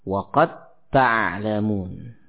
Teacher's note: dal diidghamkan kepada ta